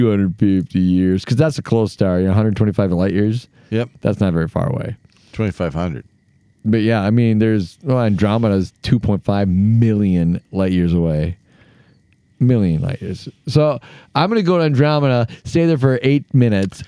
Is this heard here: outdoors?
yes